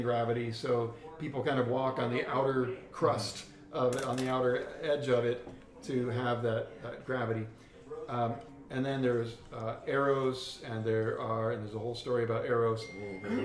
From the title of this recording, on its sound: Live from CondoCon